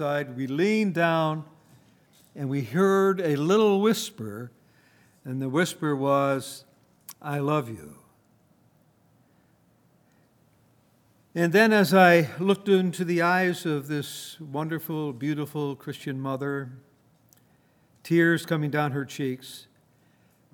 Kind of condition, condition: setting, large echoing room